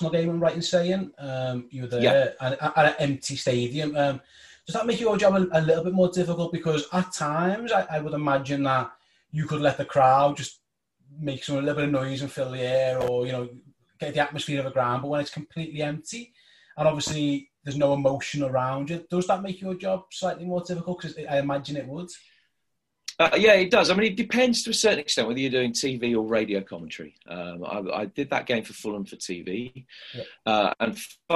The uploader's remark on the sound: via a sometimes temperamental Zoom call